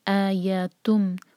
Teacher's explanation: ہم پڑھیں گے ایتم، تن نہیں پڑھیں گے. جو تن نون ساؤنڈ ہے وہ نہیں پڑھا جائے گا، وہ پروناؤنس نہیں ہوگا. ہم ایسے پڑھیں گے جیسے تا جو ہے می میں سیدھا جڑ گیا، تم. · تو جب تنوین یا نون ساکن کے بعد میم آئے گا تو اس میم پر ہمیشہ شدہ لگا ہوگا، تو ہم تنوین کی آواز کو میم میں کمپلیٹلی مرج کریں گے. تو جو تنوین کی آواز نون ساؤنڈ ہوتا ہے، نون ساکن کا نون ساؤنڈ ہوتا ہے، اس کو پروناؤنس نہیں کریں گے، سیدھا ہم میم کی آواز کو کنیکٹ کریں گے. · Term: ادغام، ادغام غنہ کے ساتھ